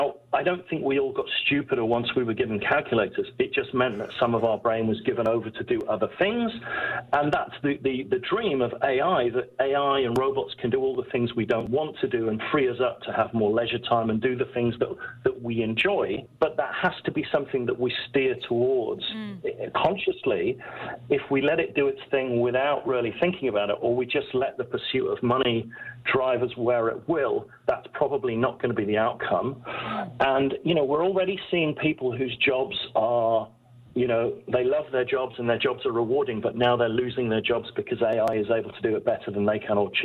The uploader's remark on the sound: there are a ton of callers on the show